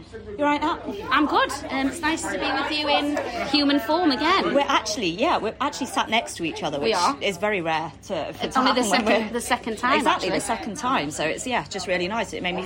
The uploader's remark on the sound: An audio journey of the matchday experience with the Red and White AWFC - from the Armoury before the game to a post-match drink in the Tolly, and everything in between.